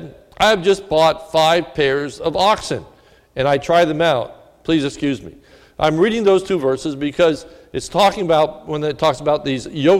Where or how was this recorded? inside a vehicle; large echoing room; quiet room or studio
large echoing room